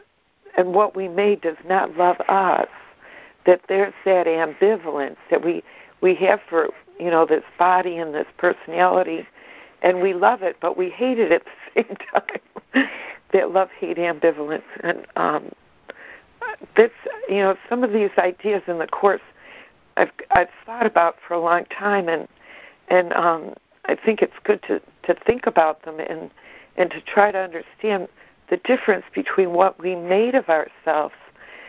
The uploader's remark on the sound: ACIM Daily Conference Call.